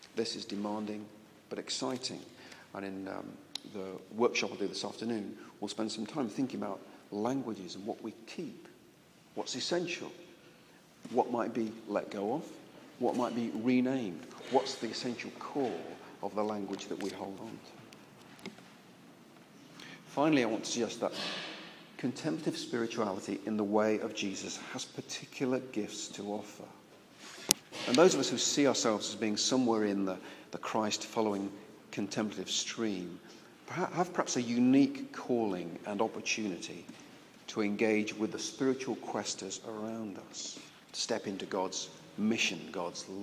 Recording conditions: large echoing room